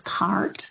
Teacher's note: the main feature that most of us think about when we think about American English is the what we would call post-vocalic R, so that's pronouncing the R sound, for example, in a word like cart, but being pronounced as cart.